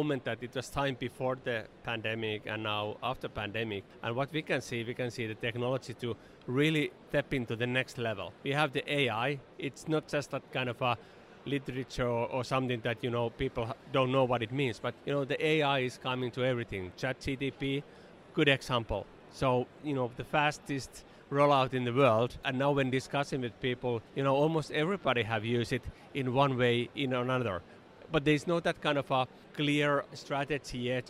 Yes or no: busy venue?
yes